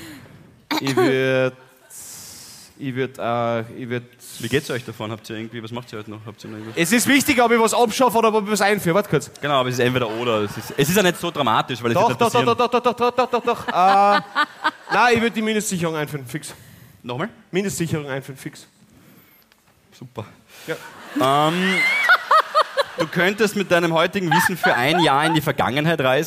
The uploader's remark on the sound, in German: LIVE - Klagenfurt.